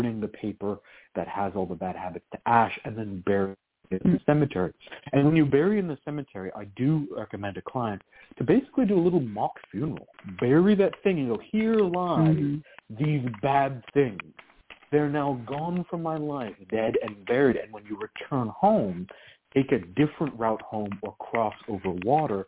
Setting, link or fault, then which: link, phone line